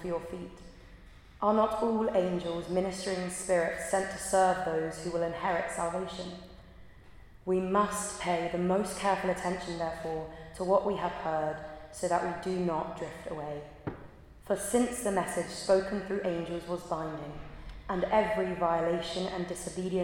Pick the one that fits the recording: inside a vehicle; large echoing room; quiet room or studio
large echoing room